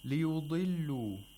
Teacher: We have a dad with a kasra. The dad has to be pronounced with the lowest level of tafkhim.